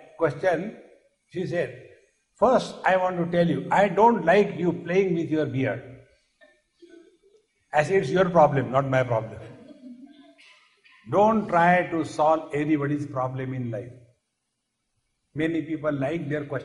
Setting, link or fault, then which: setting, live audience